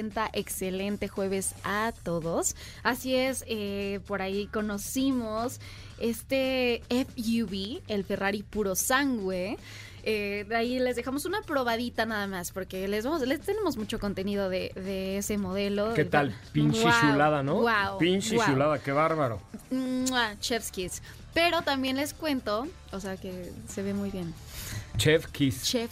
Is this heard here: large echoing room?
no